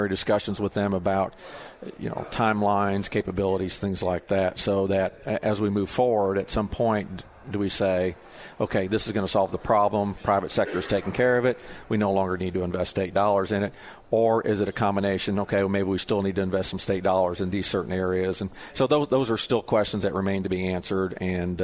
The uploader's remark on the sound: Live at the State Capitol for Filing Day